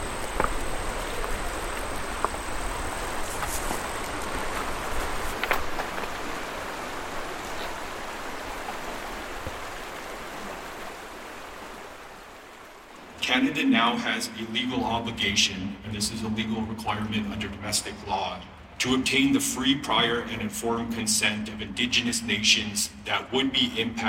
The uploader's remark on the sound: Recorded during the UN Biodiversity Conference in Montreal this past winter. All recorded at a press conference organised by Environmental Defence Canada and Keepers of the Water. The more-than-human voices are the Athabasca river and various animals are recordings from he Yellowstone National Park. Red-winged blackbird, Wilson’s snipe, warbling vireo, bald eagle, western meadow lark, common loon, savannah sparrow, and sandhill crane.